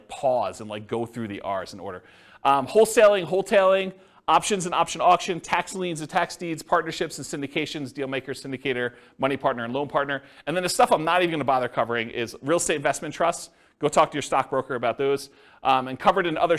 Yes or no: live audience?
yes